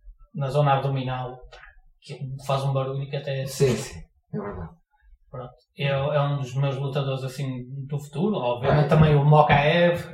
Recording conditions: poor sound quality